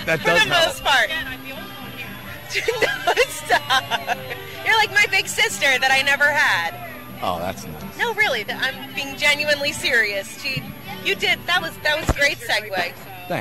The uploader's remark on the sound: pack up the WOND van for a field trip to the 3rd Annual Atlantic City Food Truck Festival